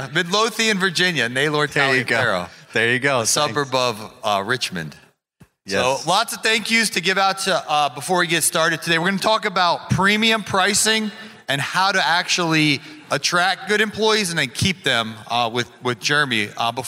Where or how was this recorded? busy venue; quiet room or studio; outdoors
busy venue